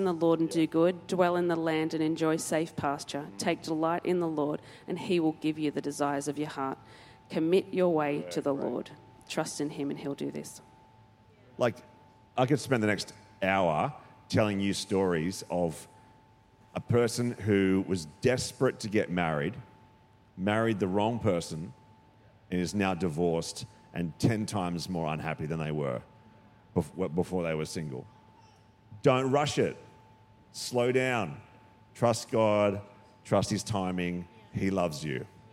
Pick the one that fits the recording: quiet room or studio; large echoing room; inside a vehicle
large echoing room